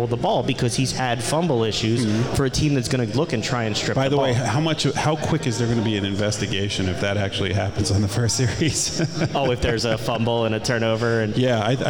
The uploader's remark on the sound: Live at TBS